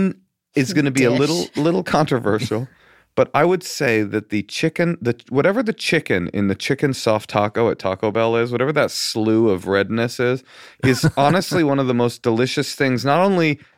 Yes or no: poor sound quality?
no